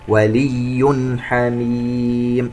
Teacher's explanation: تنوين وبعده حرف الحاء إظهار حلقي